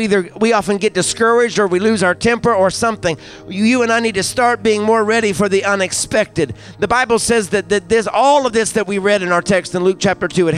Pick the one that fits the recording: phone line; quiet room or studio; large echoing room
large echoing room